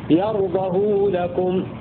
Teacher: بضم الهاء وصلتها بمقدار حركتين